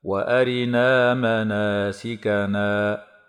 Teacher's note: الراء هنا مكسورة وهي متوسطة فحكمها الترقيق وصلا ووقفا مع مد الألفات بعد النون مدا طبيعيا بمقدار حركتين وصلا ووقفا هكذا.